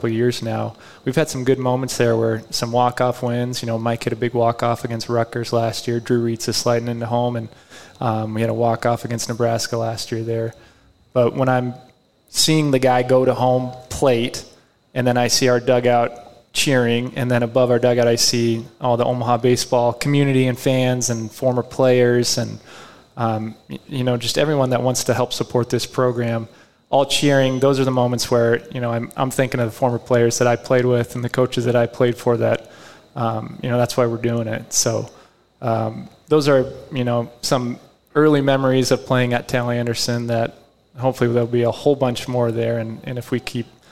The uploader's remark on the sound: Omaha Baseball: Live Show Edition. Hosted the Omaha Baseball team live at Hail Varsity club.